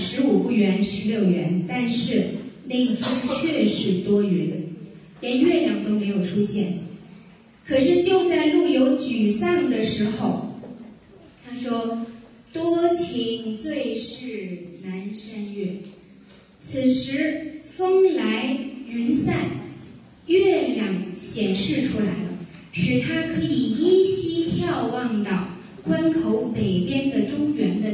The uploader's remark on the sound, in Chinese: 赴青海民族大学做题为《诗中有道——从古典诗词看中国传统价值体系》的公益讲座。现将现场录音与大家共享。